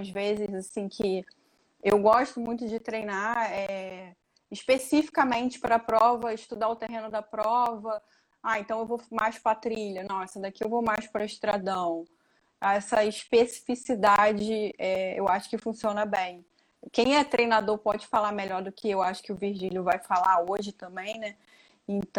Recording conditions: video call